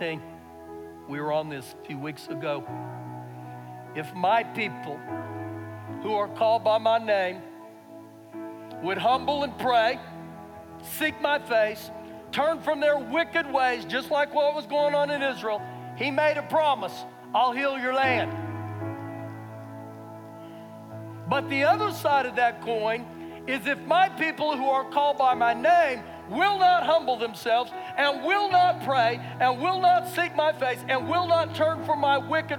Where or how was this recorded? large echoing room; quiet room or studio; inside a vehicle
large echoing room